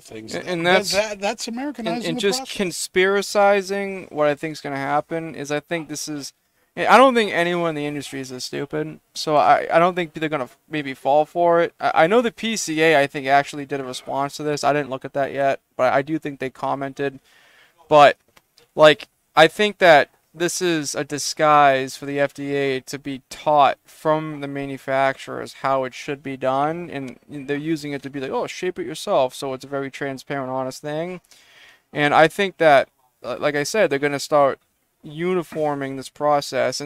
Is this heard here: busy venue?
yes